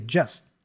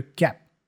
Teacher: the T for just is kind of dropped or pronounced as a stop consonant